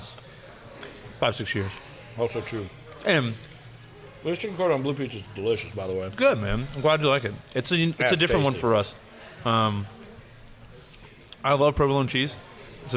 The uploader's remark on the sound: National Pizza & Beer Day At Rotolo's Craft & Crust. Made their way to Rotolo's Craft & CRust here in Baton Rouge.